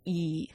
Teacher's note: you actually put your tongue up fairly high, close to the roof of your mouth, and the highest point of your tongue is relatively forward rather than back. But not all the way on the roof of my mouth.